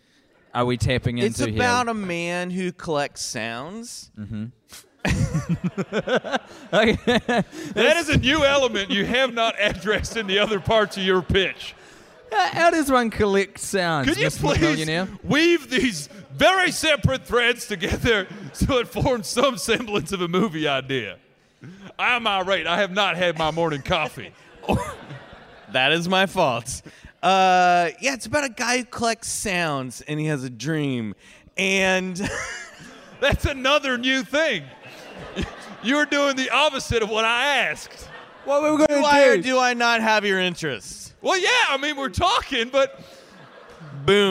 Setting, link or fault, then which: setting, busy venue